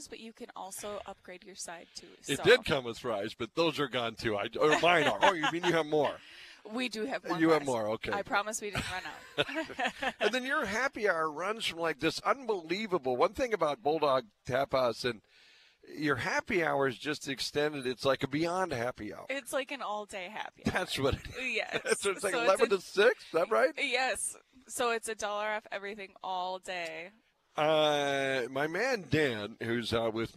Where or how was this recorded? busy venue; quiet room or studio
busy venue